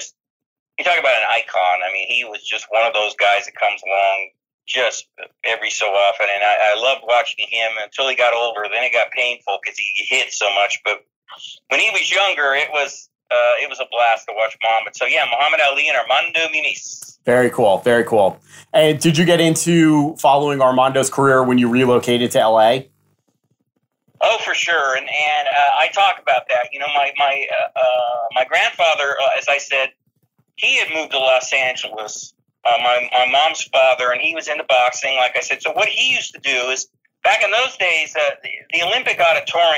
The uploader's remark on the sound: Phone interview for The Weigh-In Podcast.